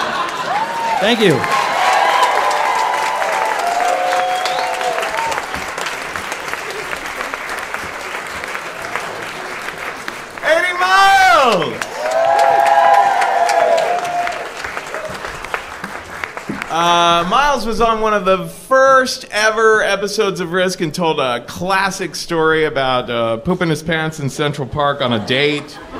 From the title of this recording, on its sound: Live at the Bell House!